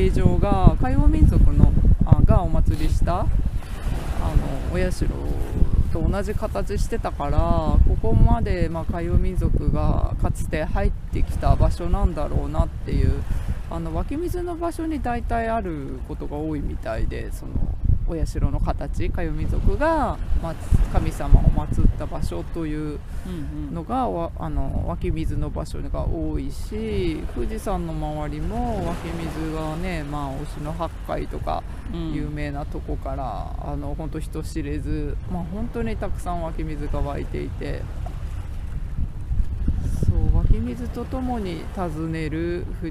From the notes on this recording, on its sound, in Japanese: 今回の収録は気分を変えて浜辺に場所を移して富士山を目の前に昨年晩秋に富士山を訪れた時の話をしています。